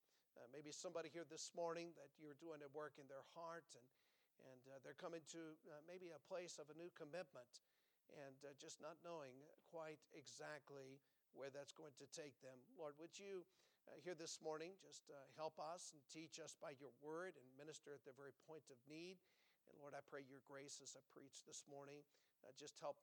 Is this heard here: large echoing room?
yes